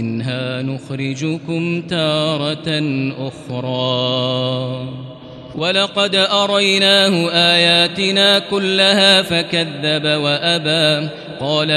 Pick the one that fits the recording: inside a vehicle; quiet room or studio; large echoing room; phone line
large echoing room